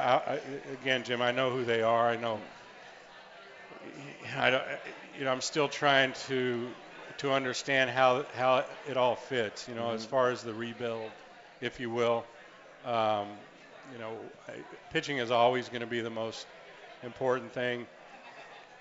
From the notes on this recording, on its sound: live from the Holy Grail at the Banks